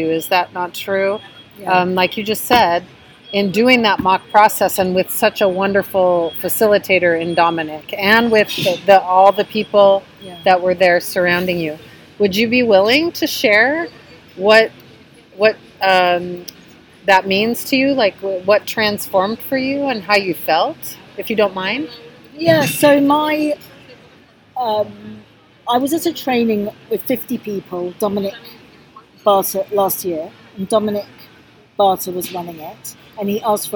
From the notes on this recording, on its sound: on the ground at the European Forum for Restorative Justice Conference, June 2023